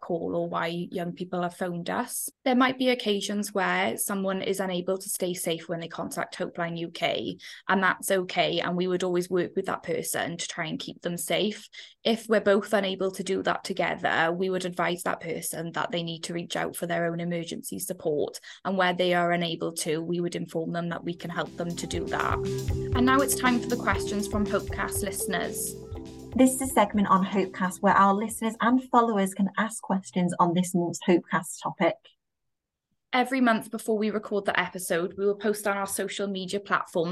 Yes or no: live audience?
no